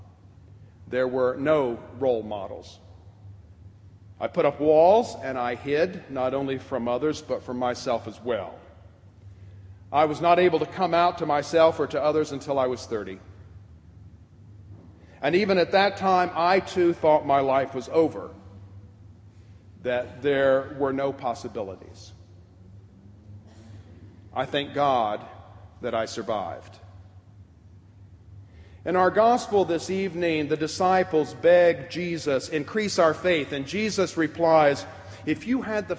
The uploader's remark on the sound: preached at the 2010 Pride Eucharist on October 7, 2010, at All Saints' Episcopal Church.